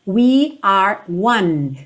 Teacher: Percebe como o som do one termina no N, não segue mesmo pro E